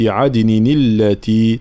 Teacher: طبعا هنا تحريك التنوين حال الوصل، عدن التي تحريك التنوين بالكسر